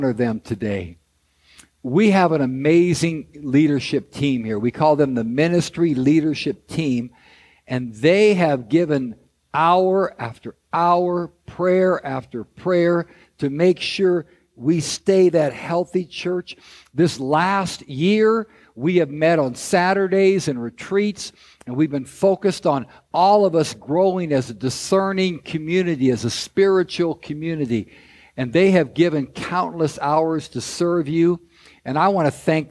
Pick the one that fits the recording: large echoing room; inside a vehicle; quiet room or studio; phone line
large echoing room